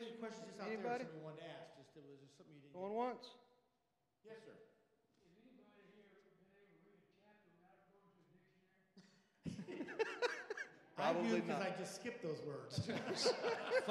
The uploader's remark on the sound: Sunday Worship Service - Live stream.